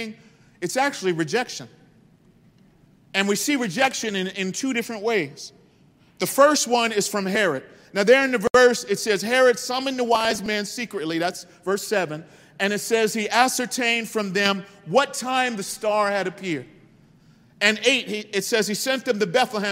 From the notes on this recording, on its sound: This message was delivered on December 4th 2022 at New City Fellowship West End. Louis, MO.